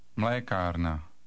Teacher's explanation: don't forget to put the stress on the first syllable.